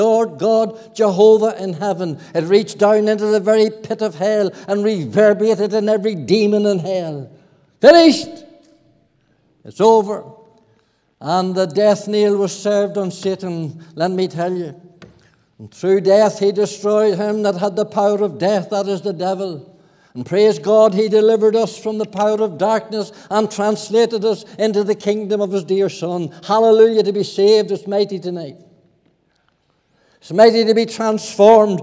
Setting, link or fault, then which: setting, large echoing room